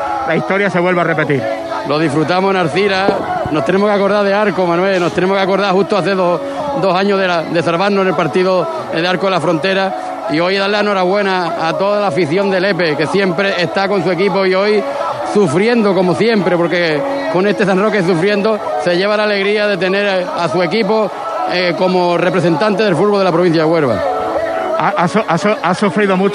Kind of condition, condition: setting, outdoors